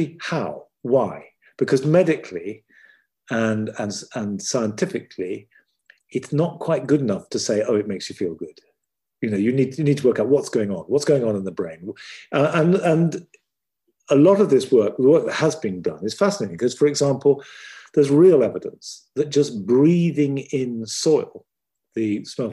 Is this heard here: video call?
yes